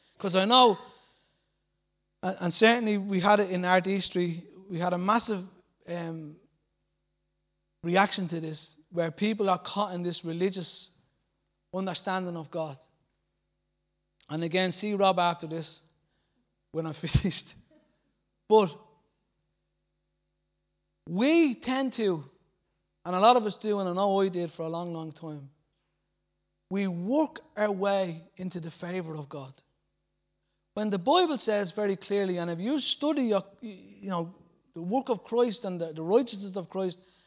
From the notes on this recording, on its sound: Recorded live at Liberty Church on 7th April 2019